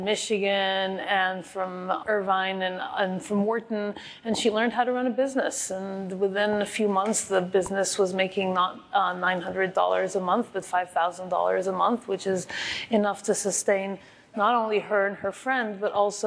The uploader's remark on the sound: recorded at ODSC West